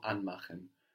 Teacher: The stress is on an, which shows us it's a word in its own right.